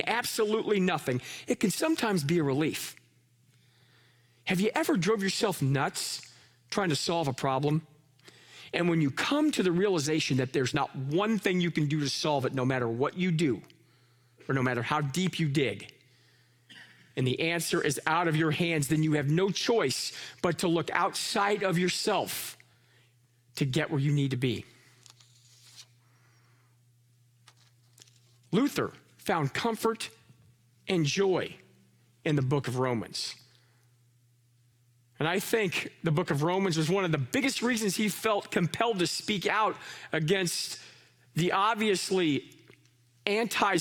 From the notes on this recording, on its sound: Live from our Celebration Ministry Center